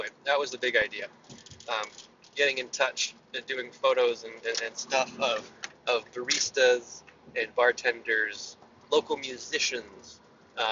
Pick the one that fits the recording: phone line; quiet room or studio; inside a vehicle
inside a vehicle